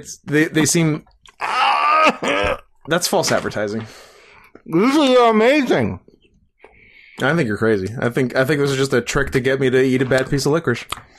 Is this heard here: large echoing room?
no